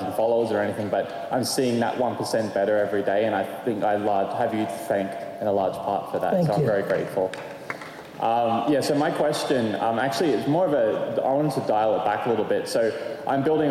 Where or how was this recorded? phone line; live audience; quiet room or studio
live audience